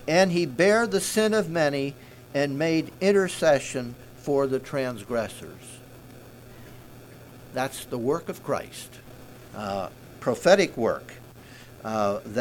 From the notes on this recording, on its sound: Message preached at Word Of Hope